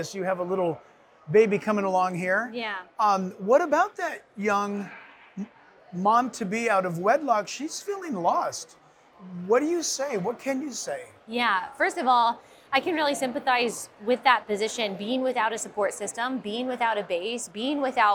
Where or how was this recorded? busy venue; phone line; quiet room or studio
busy venue